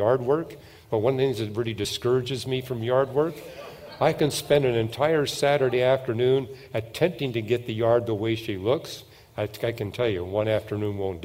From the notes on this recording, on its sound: At the 2023 Evidence and Answers conference